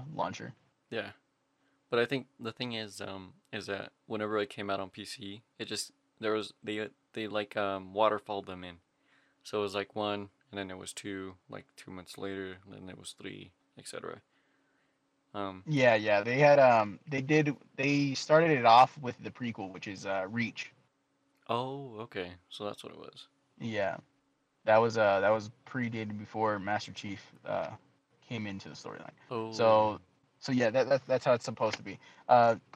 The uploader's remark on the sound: The Snow Is Freezing My Internet. As we encounter technical difficulties, one after another.